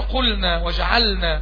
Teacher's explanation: أظهرت اللام في الفعل عند النون ولم تضغم فيها · Term: الإظهار